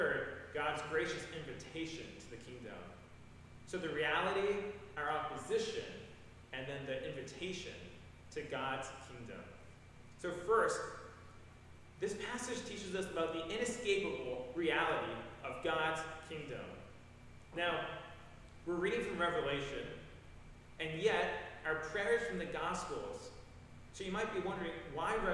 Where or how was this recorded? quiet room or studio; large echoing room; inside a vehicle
large echoing room